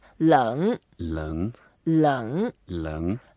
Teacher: it's a third tone, so we have to go down a bit and up